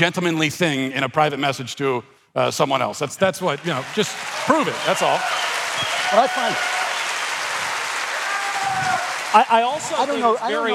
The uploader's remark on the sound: Daily Wire Backstage: Live at the Ryman